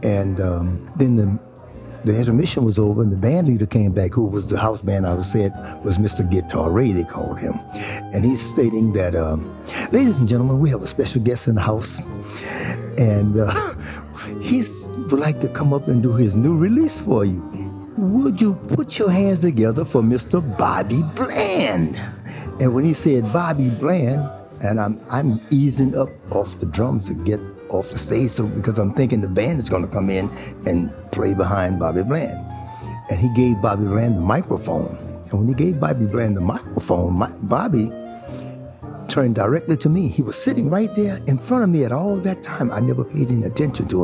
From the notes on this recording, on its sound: Live at The Drew Drop Inn.